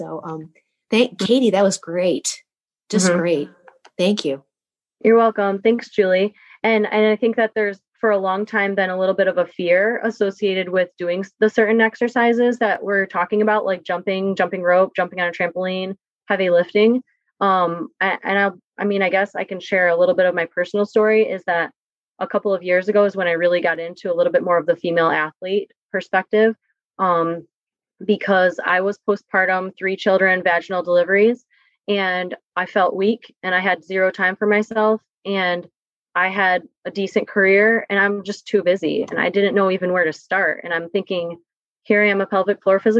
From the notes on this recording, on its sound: This is the audio recording from a free virtual seminar we hosted with guest speaker.